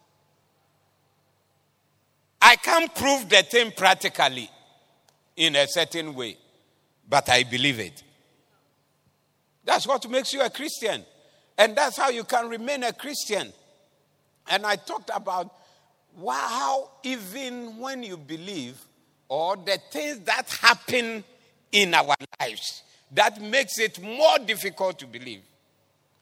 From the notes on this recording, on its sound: Preached at the Doxa Service 19112023.